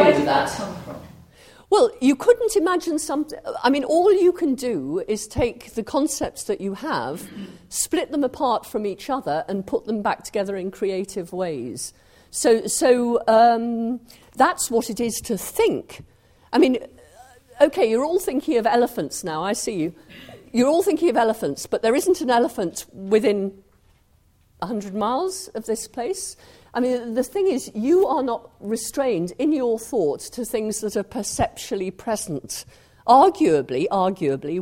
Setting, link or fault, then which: setting, live audience